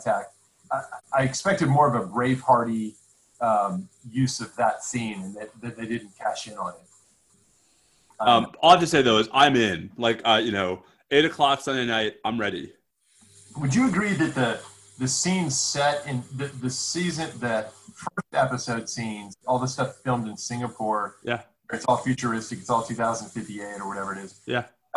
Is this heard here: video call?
yes